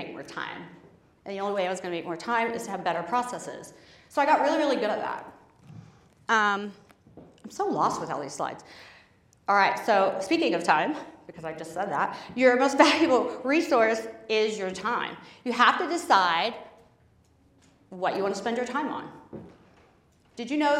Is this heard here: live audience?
yes